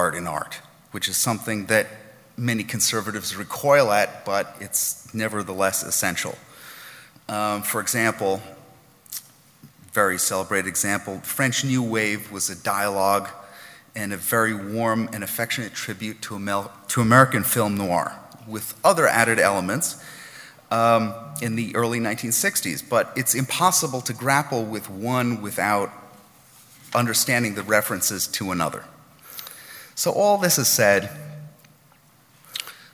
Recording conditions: live audience